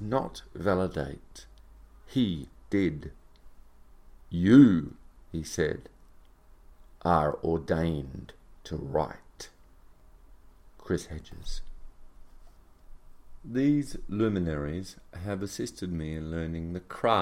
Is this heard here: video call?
no